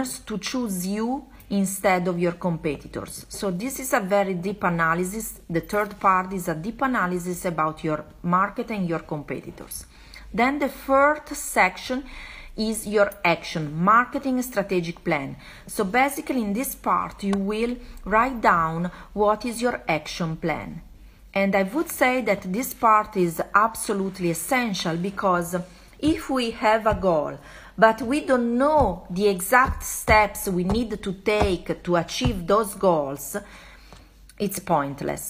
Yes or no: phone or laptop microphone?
yes